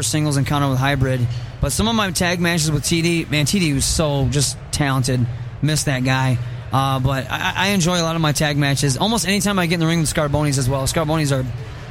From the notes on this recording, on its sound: Live From Motor City Comic Con